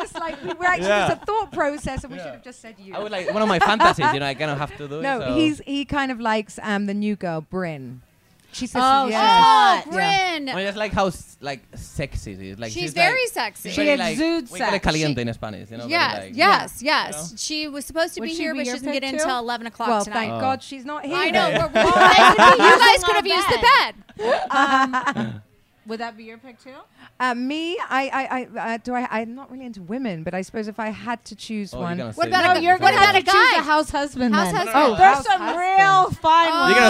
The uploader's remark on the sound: Live from BravoCon